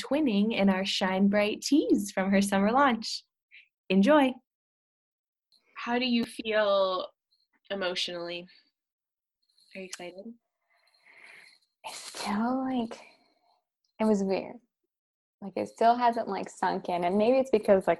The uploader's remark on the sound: This is much less an interview and more a besties virtual hangout since we just hopped on zoom with a couple talking points and just chatted as normal!